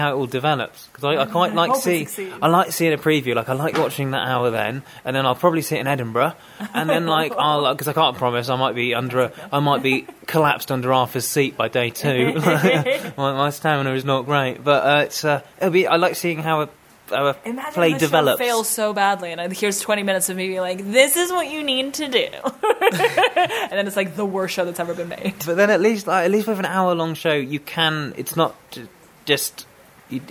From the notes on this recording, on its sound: This episode was recorded at Rock the Attic in Banbury during The Longest Running Comedy Show World Record Event.